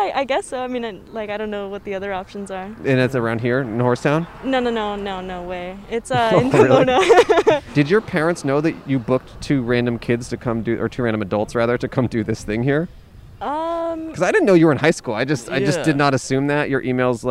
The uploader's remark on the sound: We set up outside a craft fair in a town built for horses and their equine-obsessed owners! In Norco, California, AKA "Horsetown, USA."